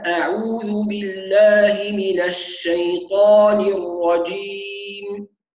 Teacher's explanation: ونركز أيضا في أول الاستعاذة على تحقيق الهمزة